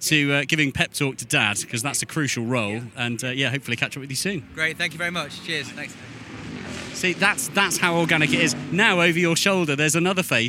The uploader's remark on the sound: The Sounds of Goodwood Members Meeting 2023. Throughout the two-day event.